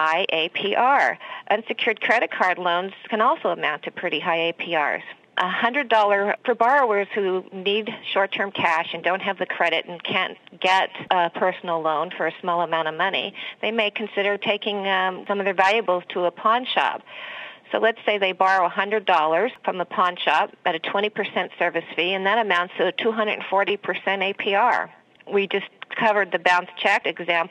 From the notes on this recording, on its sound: An in-depth telephone interview